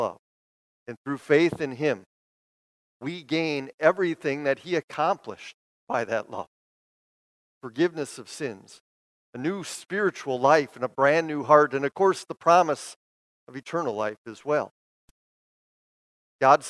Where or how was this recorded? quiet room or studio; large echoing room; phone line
large echoing room